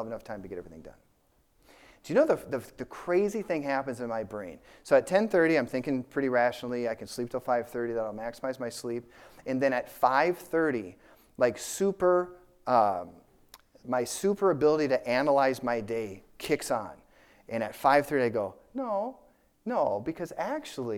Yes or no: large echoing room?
yes